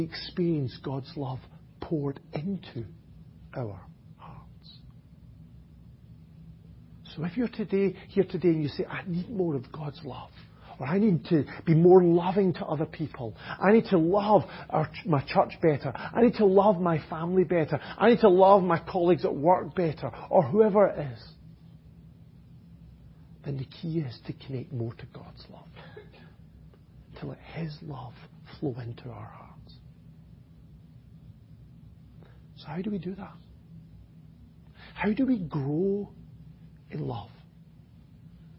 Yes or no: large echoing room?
yes